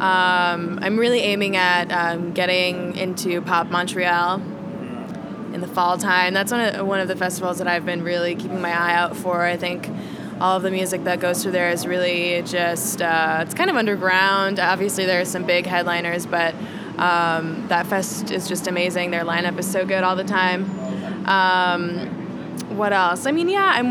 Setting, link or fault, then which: setting, busy venue